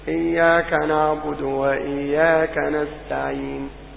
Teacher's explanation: يرى لا يسمى، وهو ضم الشفتين كما سيعرفه الناظم، ضم الشفتين إشارة لا نطق، يعني ليس فيه جزء ضم، لا تقرأ فيه بالضم، الضم لا يظهر في الصوت · Term: الإشمام